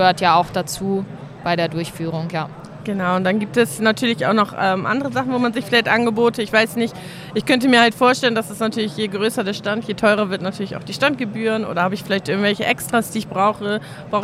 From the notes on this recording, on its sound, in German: Live von der Didacta in Stuttgart